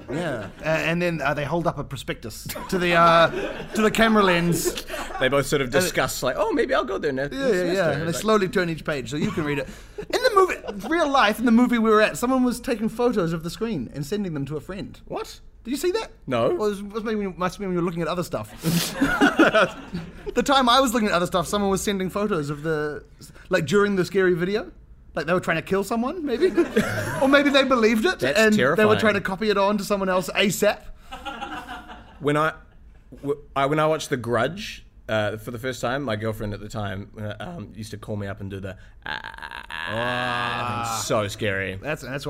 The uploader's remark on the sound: Our first live episode!